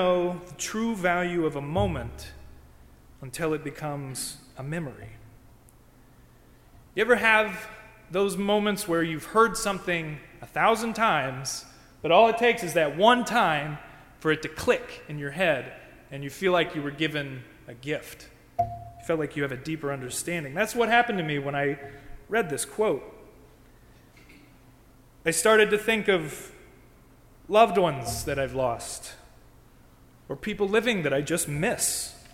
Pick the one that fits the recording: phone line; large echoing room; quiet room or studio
large echoing room